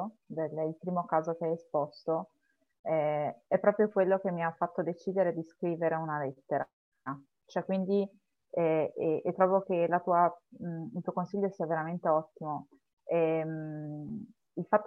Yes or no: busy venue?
no